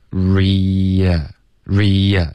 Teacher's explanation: 卷舌嘟嘴 ear，然后就放松，进入到一个一的音，你放松嘴唇，你放松舌头，舌头变平